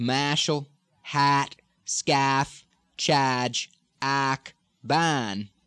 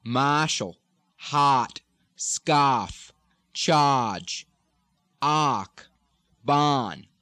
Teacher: The tongue goes back more into the ah sound, down low in the back of the mouth, instead of ah pushed forward in the mouth. · Shown in: second take